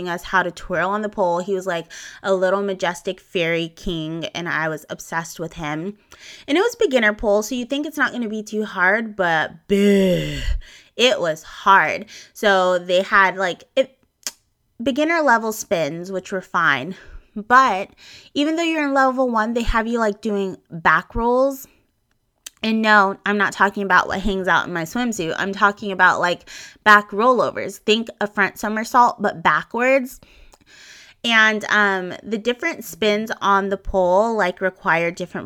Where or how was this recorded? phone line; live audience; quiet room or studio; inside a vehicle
quiet room or studio